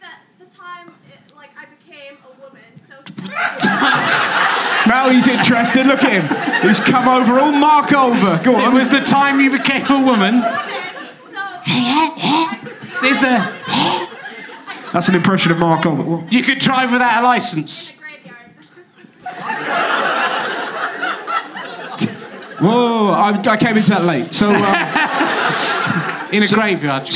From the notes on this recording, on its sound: Leicester Square Theatre Podcast. Some audience interaction and some quite specific heckle put downs.